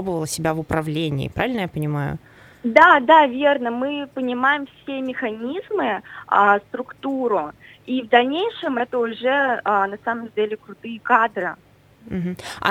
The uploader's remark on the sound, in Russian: По телефону